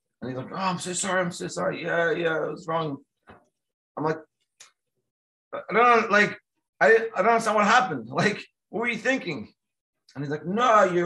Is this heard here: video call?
yes